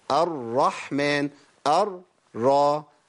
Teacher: ان اللسان بيتهز، بيتهز بيعمل حاجه زي الذبذبه كده بسيطه · Term: ارتعاد اللسان